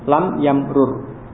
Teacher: Lam yamrur ini fakul idgham, huruf yang sama diuraikan, dipisah, dilepas.